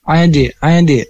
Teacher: Ada qalqalah karena ada huruf dal yang mati dan harus dipantulkan.